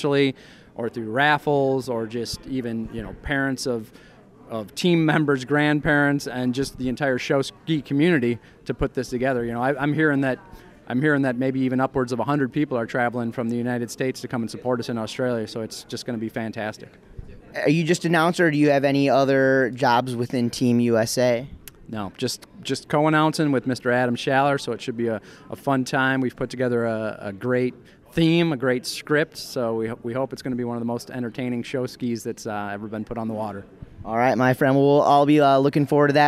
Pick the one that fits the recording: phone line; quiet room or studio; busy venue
busy venue